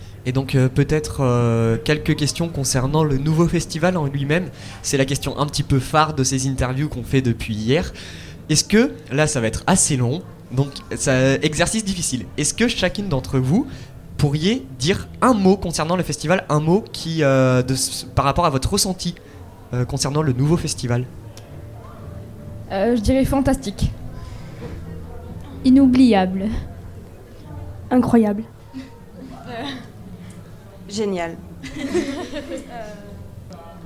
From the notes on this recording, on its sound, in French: Nouveau Festival 2023. Delta Fm est allée au Nouveau Festival à Cenon (33) pour donner la parole aux lycéens porteurs de projets, venus présenter leur travail. Dans cette interview, une troupe de circassiennes.